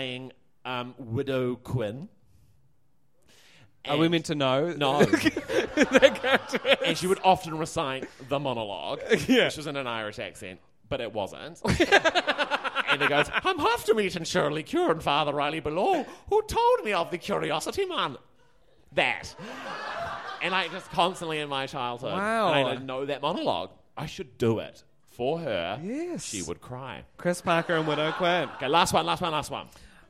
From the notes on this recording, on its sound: Fan Fiction (LIVE!). In front of a live sold out crowd.